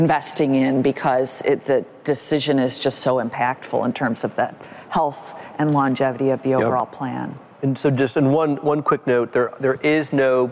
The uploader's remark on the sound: Which we recorded live at the annual Morningstar Investment Conference held recently in Chicago, Illinois. In this panel discussion, recorded before a live audience.